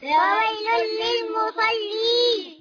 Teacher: لام سكون، فويل لي، ميم ضمة، فويل للمو، صاد فتحة، فويل للمصاب، لام شدة وكسرة، فويل ويل للمصلين. ياء مد عرض السكون جائز. 2 4 6 حركات